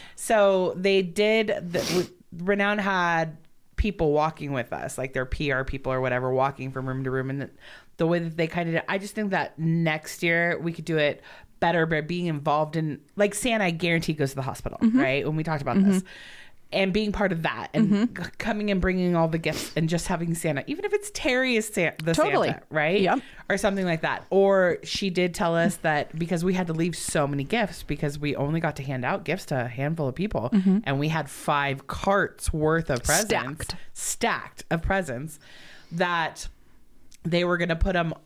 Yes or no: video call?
no